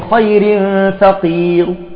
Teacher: ضمة صغيرة بسيطة حتى تشعر السامع بأن الحركة الأخيرة للراء هي الضمة وليست الكسرة. ربي إني لما أنزلت إلي من خير فقير، ضمة بسيطة جدا، هذه إذن الروم.